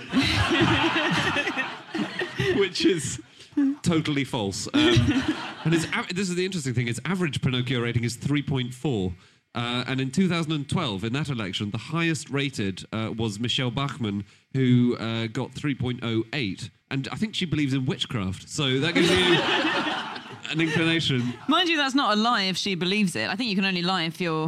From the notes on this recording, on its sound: Live from Up The Creek in Greenwich